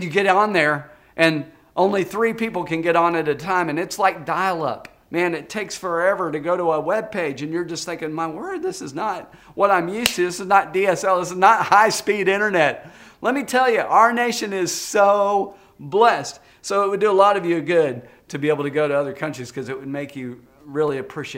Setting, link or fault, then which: setting, large echoing room